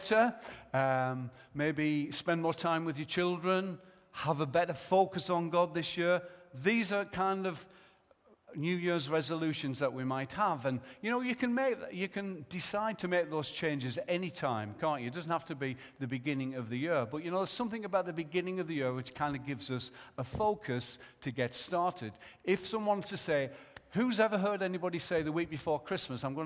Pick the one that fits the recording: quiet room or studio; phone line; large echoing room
large echoing room